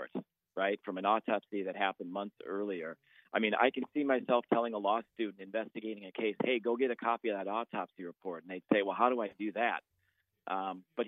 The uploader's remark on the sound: calls